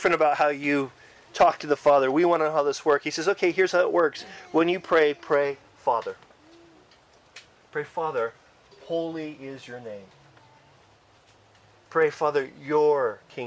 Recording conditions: outdoors